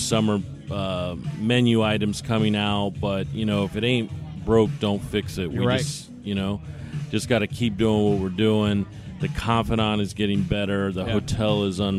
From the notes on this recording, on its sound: we are live at The Confidante Miami Beach